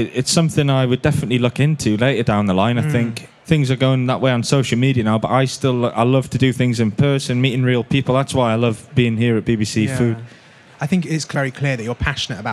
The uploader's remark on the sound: This episode is recorded at the BBC Good Food show in Birmingham